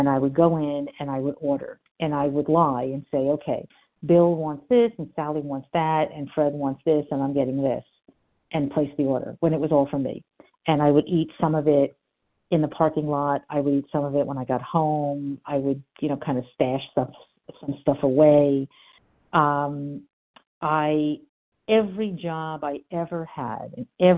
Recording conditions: phone line